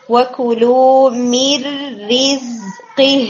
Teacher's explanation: را لائٹ ہے from the beginning